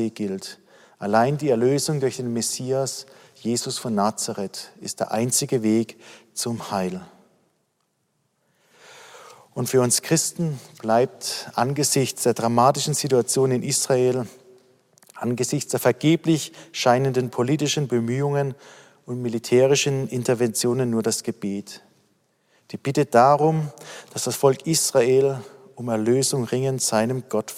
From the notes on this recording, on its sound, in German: aus dem Online-Gottesdienst der Missionsberg-Gemeinde (Liebenzeller Mission)